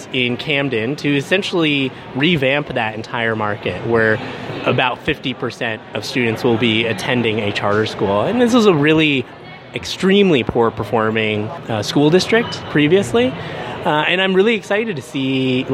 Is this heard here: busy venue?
yes